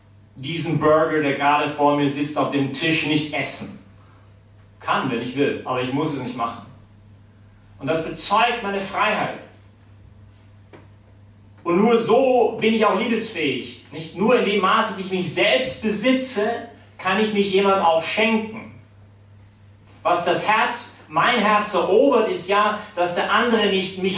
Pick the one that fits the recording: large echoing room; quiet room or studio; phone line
large echoing room